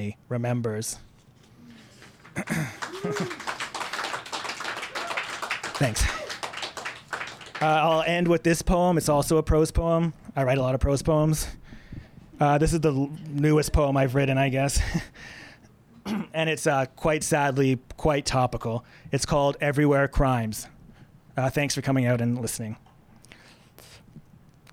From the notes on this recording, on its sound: This episode was recorded at the Tranzac Club in Toronto on January 30th 2019.